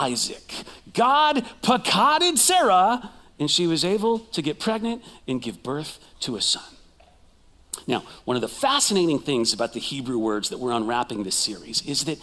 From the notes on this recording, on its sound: Recorded live at CrossWinds Church.